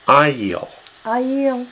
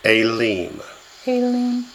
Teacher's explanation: Aiel accents the first syllable, Aelim accents the last syllable